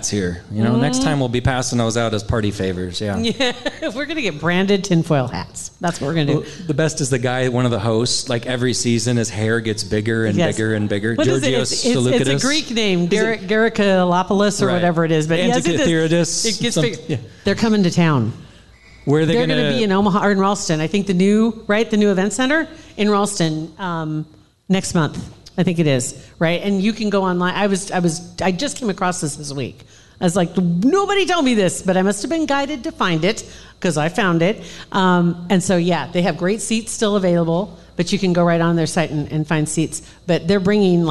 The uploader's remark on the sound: LIVE At Hail Varsity Club